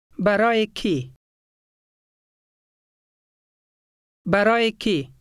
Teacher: In number 7, you see this letter twice. At the end of the first word, it has the Y sound. At the end of the second, it does not.